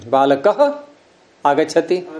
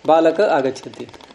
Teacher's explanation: विसर्ग बोलते समय वायु जोर से निकलती है बाहर · Shown in: first take